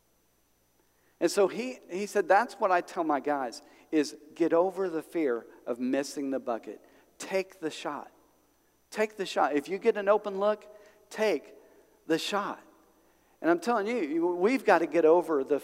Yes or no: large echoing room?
yes